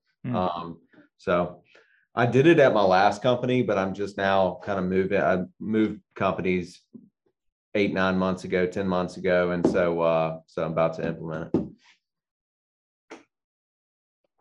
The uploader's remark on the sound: Is a recording from a live webinar. The first 30 minutes is the presentation, and the next thirty minutes are live Q&A from the audience.